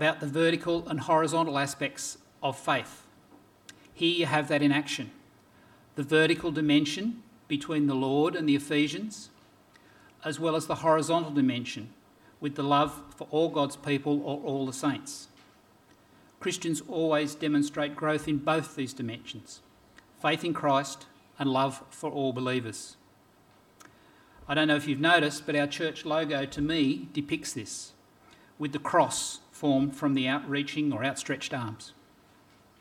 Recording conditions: large echoing room